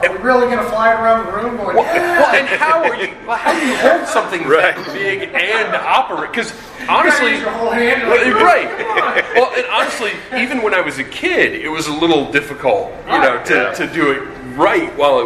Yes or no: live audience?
yes